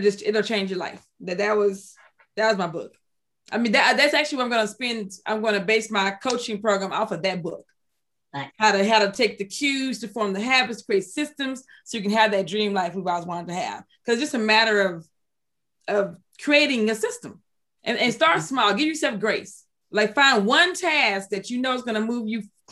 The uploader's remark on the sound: listen in to one of our recent Collaboration Zone Zoom Calls